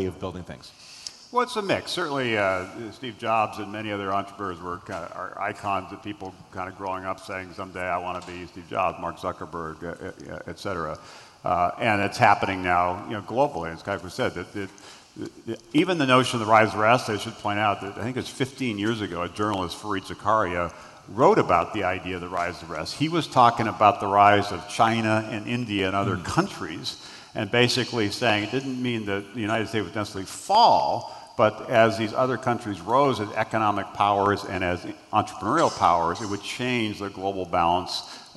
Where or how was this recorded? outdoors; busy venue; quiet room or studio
busy venue